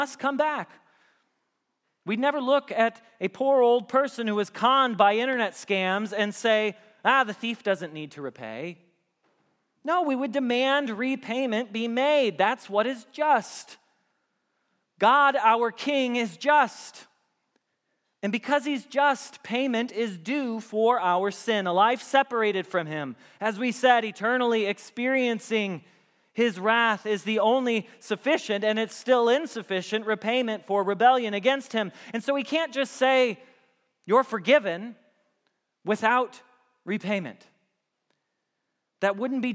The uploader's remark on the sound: Message Preached at Valley Creek Church